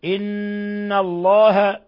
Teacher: إن الله نون مشددة تغن مقدار حركتين